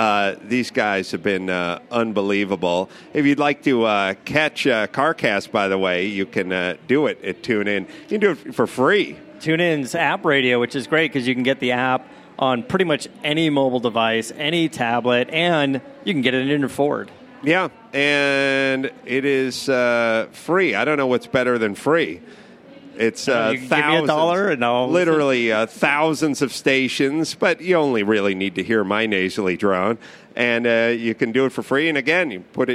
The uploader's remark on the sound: A special CarCast live from the Ford booth Consumer Electronics Show in Las Vegas. Sit down in front of a pre-production 2015 Mustang.